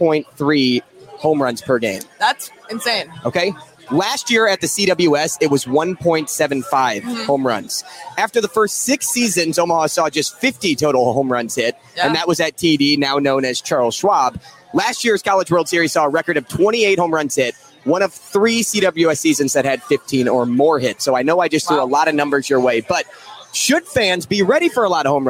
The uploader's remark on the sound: live at Lefty O'Tooles.